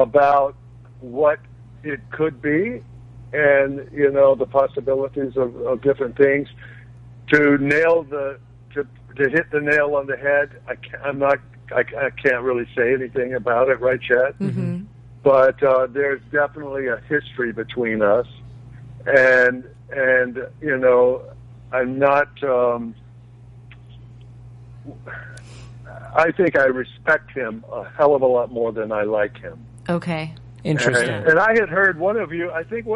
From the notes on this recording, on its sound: Joining the conversation is special call in guest.